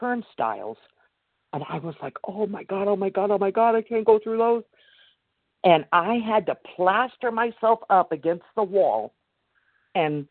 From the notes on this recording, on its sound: the 100 Pounders Phone Meeting, 9/1/23